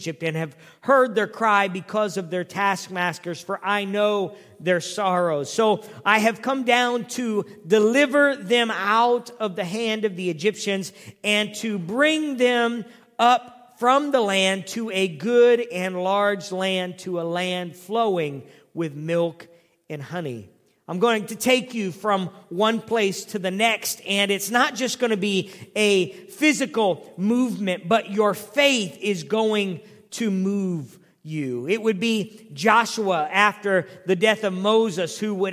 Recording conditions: large echoing room